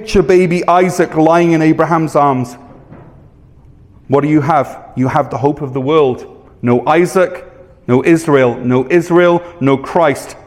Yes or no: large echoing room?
yes